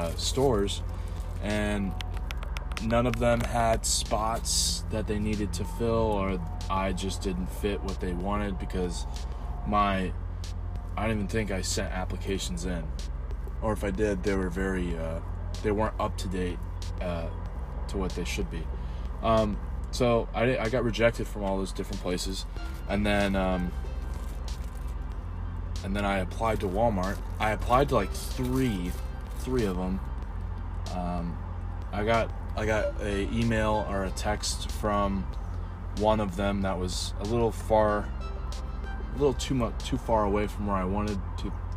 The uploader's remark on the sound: I sit in my car on my lunch break and eat my lunch